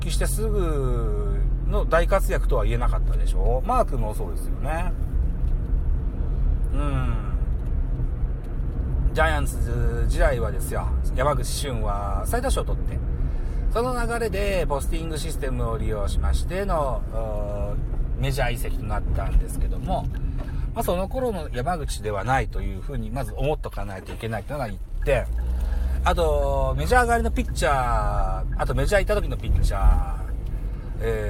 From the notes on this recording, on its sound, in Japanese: 胸ポケットin Live 帰宅の道中ドライビング。